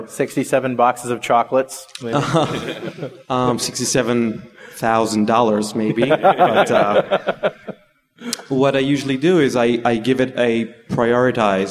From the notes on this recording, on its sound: On stage at TechEd Europe in Barcelona for this discussion about Agile methodologies.